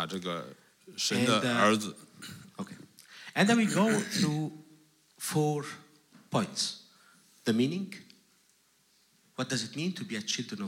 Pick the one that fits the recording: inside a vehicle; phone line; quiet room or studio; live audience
live audience